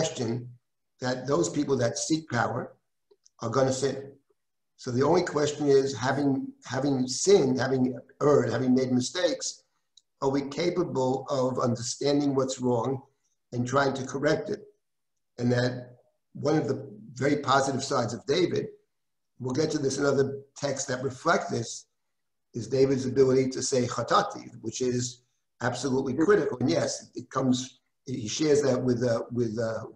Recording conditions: video call